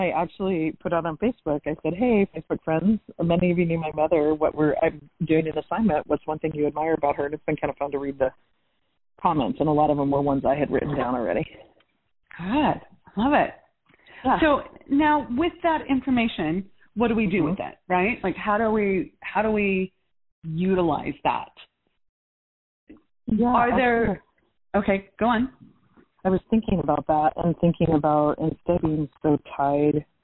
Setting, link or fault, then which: link, phone line